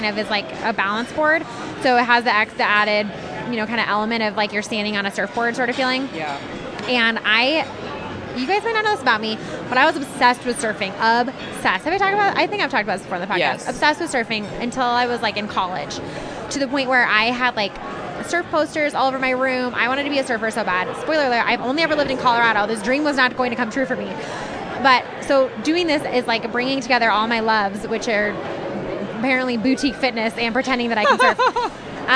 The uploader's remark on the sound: This week we take our mics out into the wild and podcast from a coffee shop in Downtown Denver. Sit back and enjoy the ambiance.